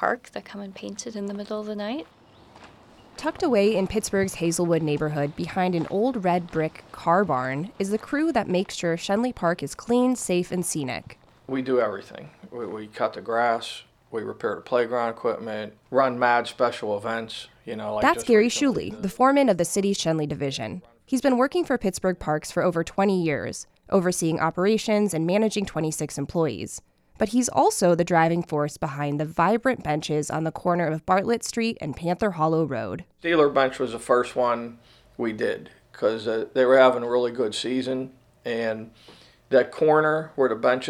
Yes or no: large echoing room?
no